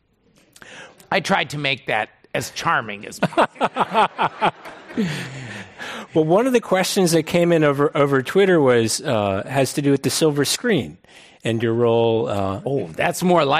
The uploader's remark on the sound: This program was recorded in front of a live audience at The Commonwealth Club in San Francisco on March 4th, 2019.